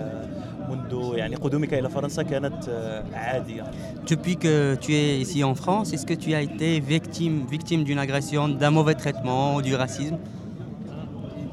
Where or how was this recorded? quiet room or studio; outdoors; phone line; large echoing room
outdoors